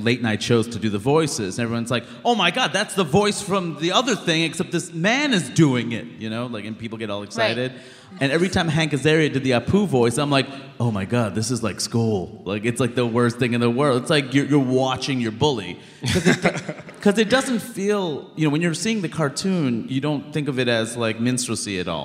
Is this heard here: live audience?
yes